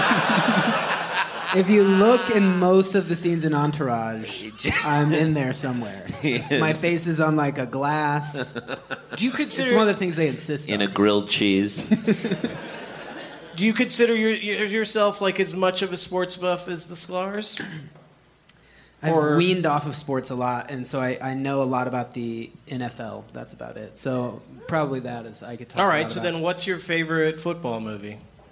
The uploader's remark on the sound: Live from the Improv in Tempe, AZ